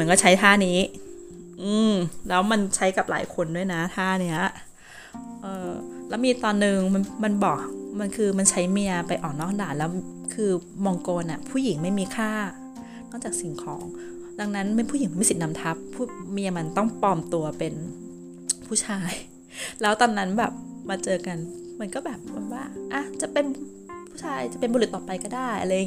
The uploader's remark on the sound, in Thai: ขอโทษเรื่องnoiseทั้งหลายด้วยนะคะ ถ้าไม่เปิดเครื่องฟอกอากาศน่าจะเล่าไม่ได้ยาวขนาดนี้. แบ่งอัด3วันเลยพอไหว.